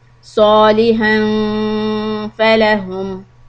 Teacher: You do إخفاء with a soft غنّة.